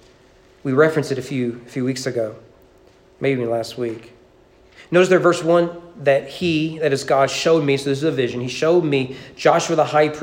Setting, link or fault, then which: setting, large echoing room